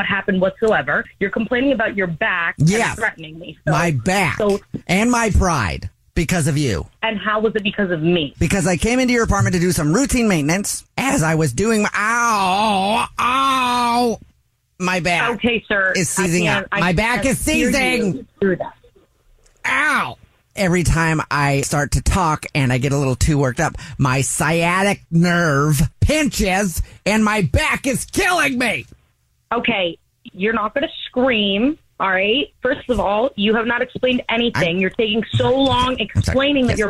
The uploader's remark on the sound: phone prank style